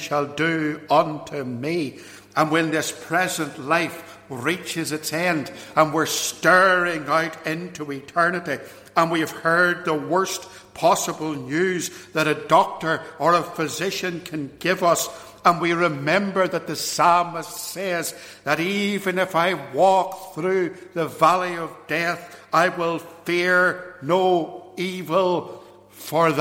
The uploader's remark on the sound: This sermon was preached at Ballymacashon and Templepatrick Reformed Church, and was recorded at Templepatrick.